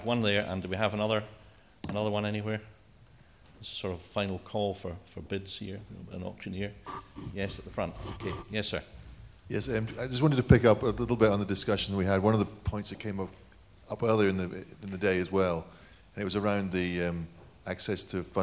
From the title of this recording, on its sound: National Economic Forum: 23 June 2011: Q&A Session cont.